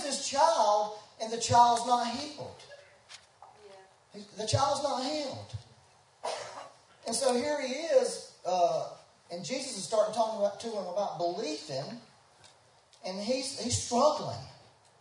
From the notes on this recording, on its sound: We had some technical difficulties so the sound is not the best quality but is better than nothing.